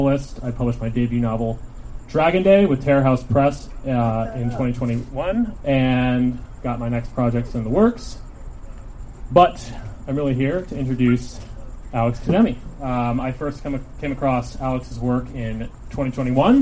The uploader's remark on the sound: Recorded at Stories Bookstore in Echo Park